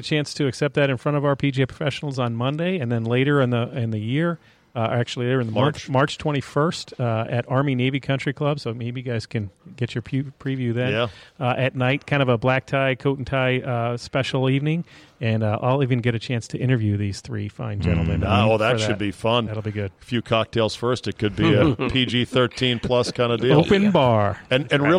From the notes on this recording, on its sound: Taped live at GolfDom Golf in Tyson's Corner, VA.